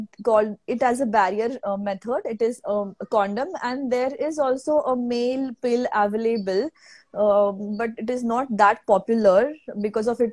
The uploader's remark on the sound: an audio version of our Instagram live session